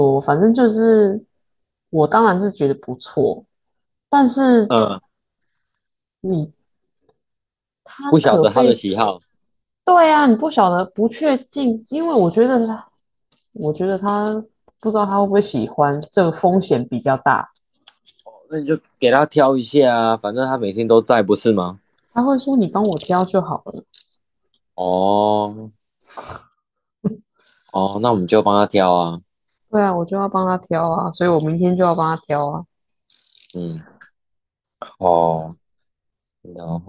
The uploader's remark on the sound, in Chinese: 第一次遠端錄音